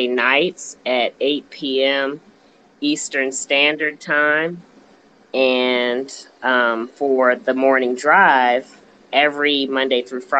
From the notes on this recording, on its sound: This episode was recorded last week, live on the Stereo App, and features some of my friends who regularly participate in the show.